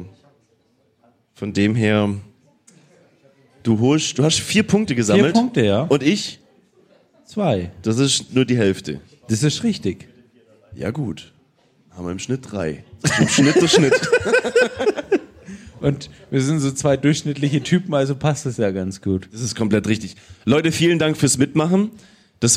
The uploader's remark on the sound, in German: Unser Live-Publikum im Afterwork begeisert. Das war die Podcast-Brause live.